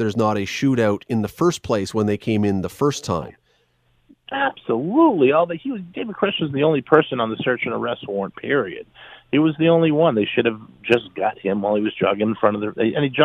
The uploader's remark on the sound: Opens the phone lines to get your opinion.